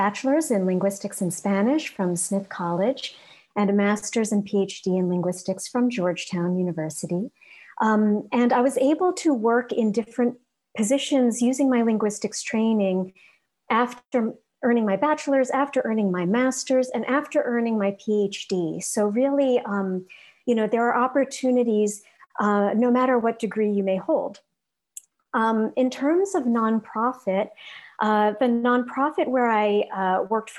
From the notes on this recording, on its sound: This episode is an audio version of a virtual career panel held at the Linguistics Career Launch in the summer of 2021.